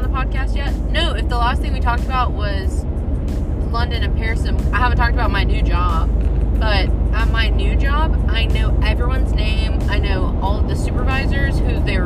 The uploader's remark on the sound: Ofc we are in the car…